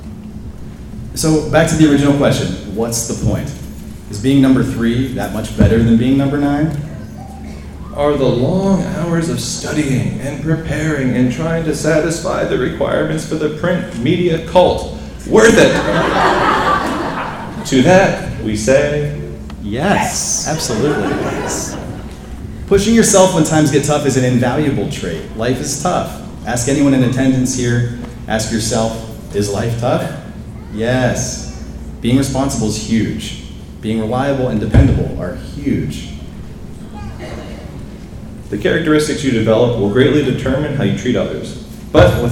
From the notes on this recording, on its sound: The keynote speech at the Freedom Area High School 2018 Commencement ceremony. Recorded live at Freedom Area High School.